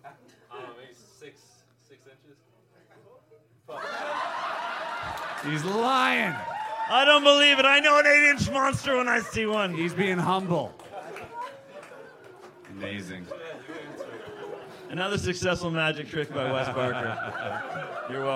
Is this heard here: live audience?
yes